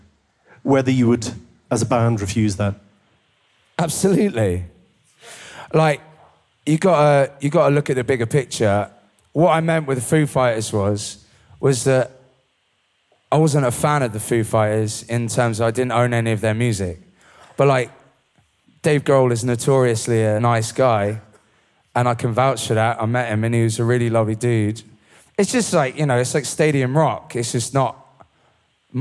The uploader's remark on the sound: Live audience Q&A. This Q&A was recorded at the wonderful Barras Art & Design in Glasgow.